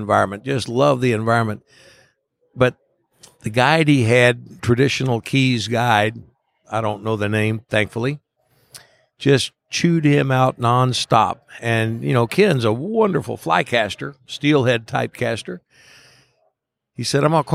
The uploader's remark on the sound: From Day Two of the Virginia Fly Fishing & Wine Festival